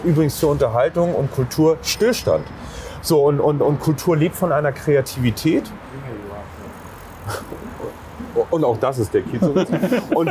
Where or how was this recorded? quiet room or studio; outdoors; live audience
outdoors